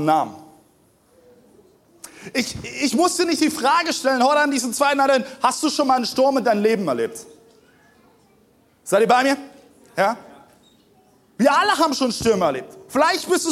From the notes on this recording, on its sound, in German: Zeal Church Dresden. Audiomittschnitt der Predigt. Im Kurländer Palais in Dresden.